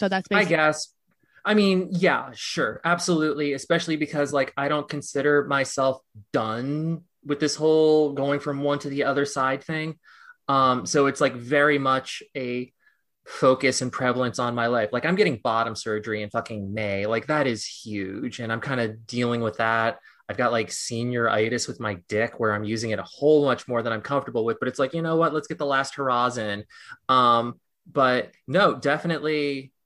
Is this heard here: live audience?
no